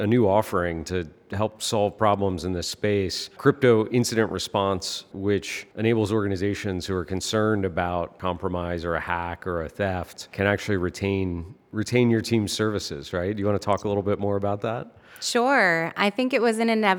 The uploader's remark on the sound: joined live from New York City at the Chainalysis Links Conference